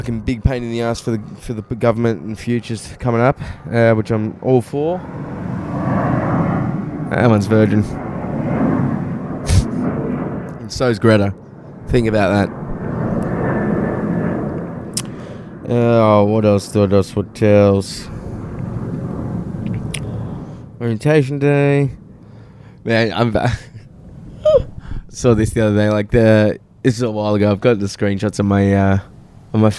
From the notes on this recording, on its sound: Recorded outside in the sun shirtless, I get attacked by a wasp mid-pod.